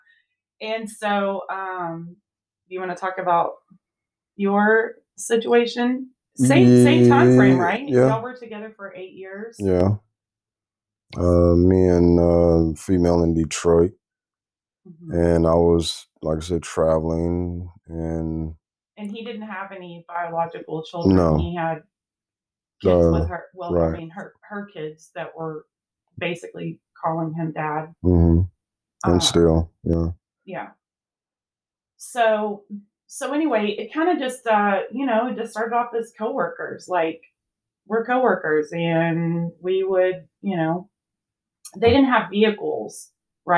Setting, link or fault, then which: fault, poor microphone